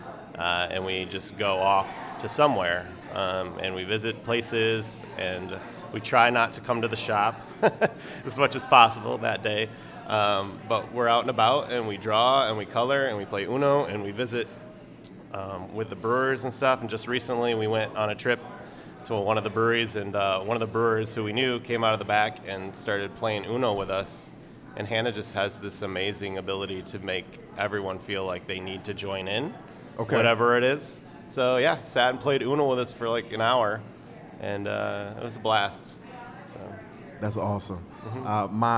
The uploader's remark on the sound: Live at Cultivate